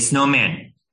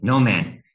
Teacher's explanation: trying to teach her to pronounce the full word and not leave off the S at the beginning · Shown in: first take